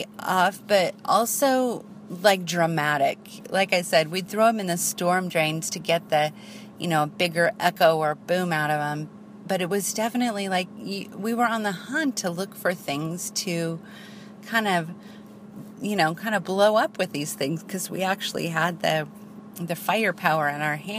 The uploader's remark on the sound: I drive around and record while visit Penryn.